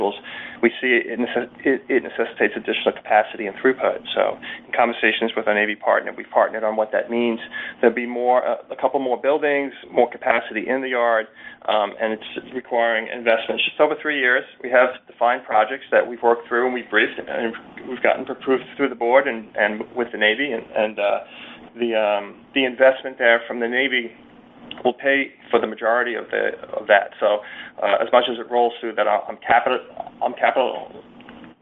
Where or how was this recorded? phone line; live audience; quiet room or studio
phone line